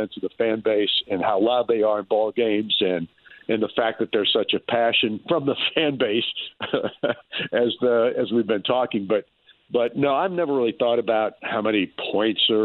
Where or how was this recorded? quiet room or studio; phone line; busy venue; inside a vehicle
phone line